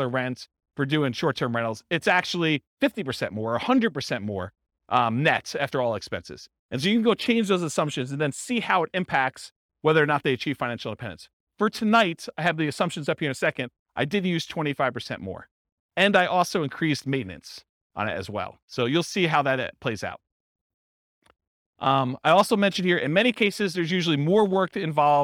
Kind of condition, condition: setting, live audience